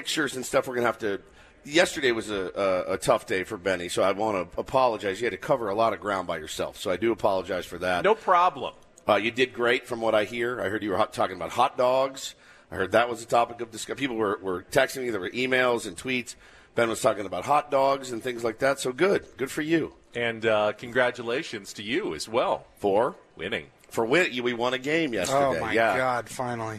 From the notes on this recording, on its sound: Day 2 from Padres Fantasy Camp in Peoria, Arizona